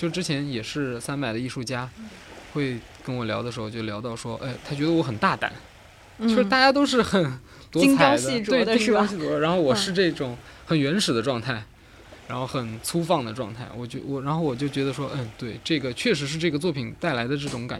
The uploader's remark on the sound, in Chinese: 夏日海边对话